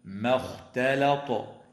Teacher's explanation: ويراعى أيضا ترقيق الميم والتاء واللام وتفخيم الخاء والطاء في قوله تعالى ما اختلط